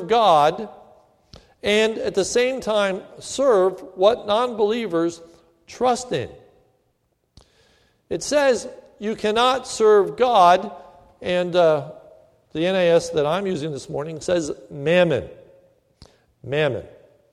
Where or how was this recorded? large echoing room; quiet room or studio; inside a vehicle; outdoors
large echoing room